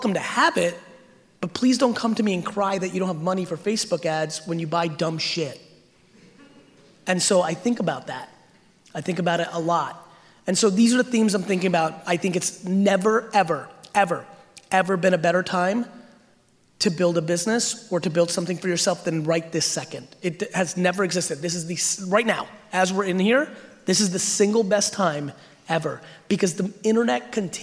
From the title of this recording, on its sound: Keynote at Slimebash Event